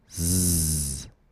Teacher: If you can do the tongue position for one, then you can do the other. The only difference between these consonants is that for z, we also use our voice. We vibrate our vocal folds. · Term: voiced